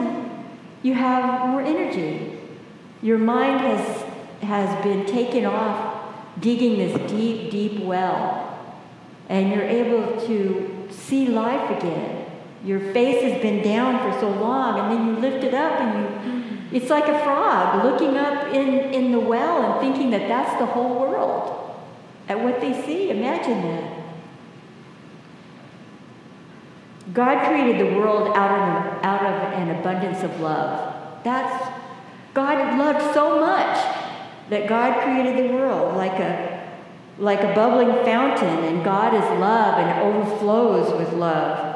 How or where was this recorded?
large echoing room